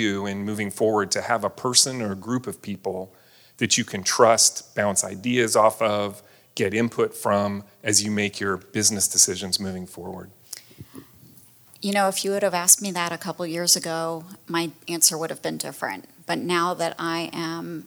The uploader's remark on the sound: This special episode of the How I Got Here podcast was recorded in front of a live audience at the 2023 Tallahassee Chamber Annual Community Conference in Amelia Island.